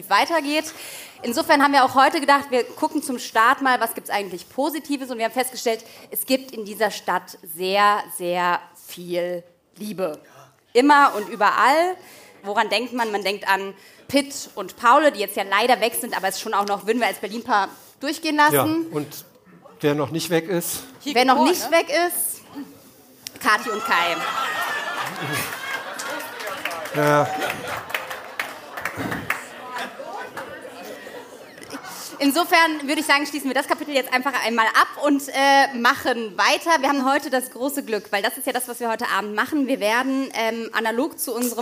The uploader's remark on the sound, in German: Aufgezeichnet auf der Eat Berlin. In die Bar jeder Vernunft geladen. Während der Regen auf das Dach prasselte, war das Spiegelzelt in Kerzenschein getraucht.